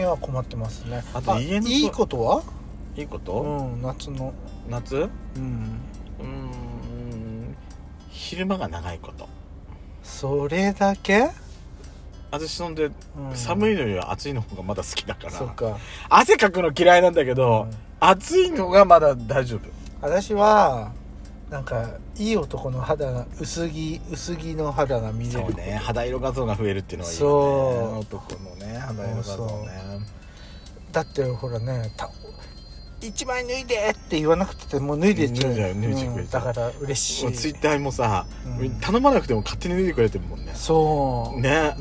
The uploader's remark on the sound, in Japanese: 2人組。パーキング収録。